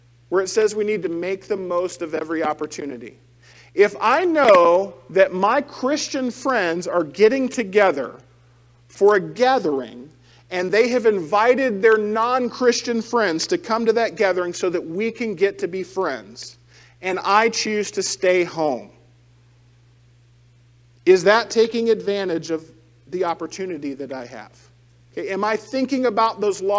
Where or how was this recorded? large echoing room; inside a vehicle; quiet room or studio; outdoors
large echoing room